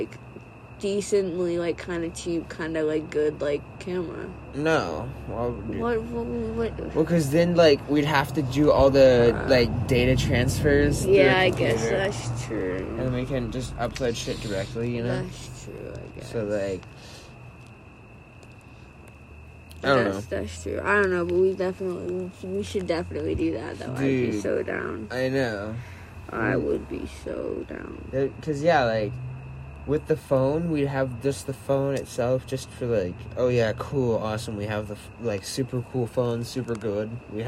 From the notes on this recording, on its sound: Our first episode recorded on the homie's roof & on a phone.